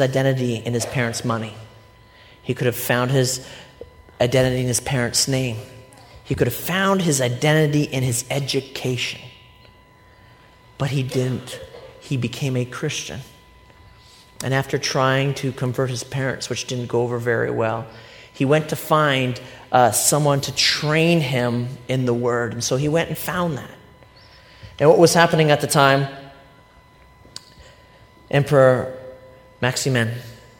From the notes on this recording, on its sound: A recent sermon I delivered at Life Church. It happened to be a service in which we were baptizing a group of new believers.